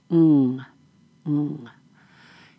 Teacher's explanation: the NG, combined NG, is a front velar. Front nasal voiced sound.